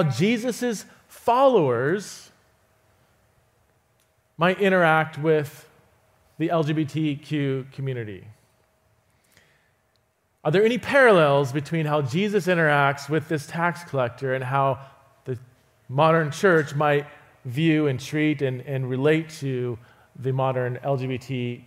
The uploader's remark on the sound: visits Resonate Church to teach